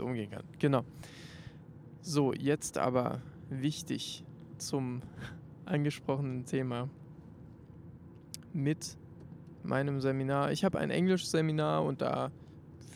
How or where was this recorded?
inside a vehicle